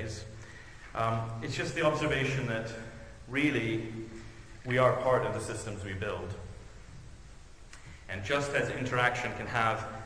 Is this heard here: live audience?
yes